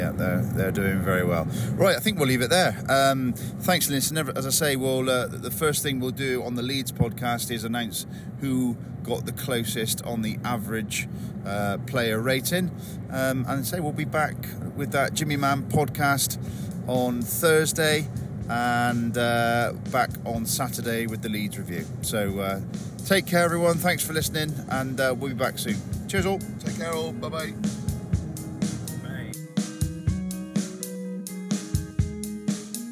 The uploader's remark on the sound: A podcast recorded in the car on the way home